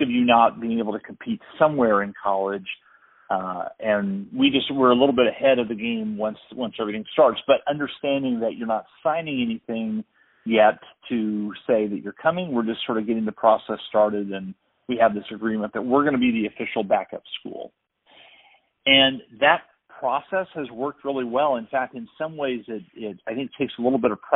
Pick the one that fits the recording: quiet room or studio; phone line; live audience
phone line